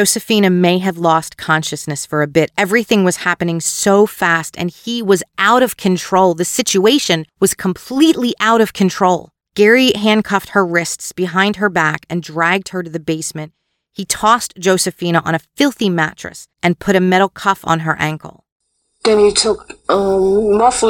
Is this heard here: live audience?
no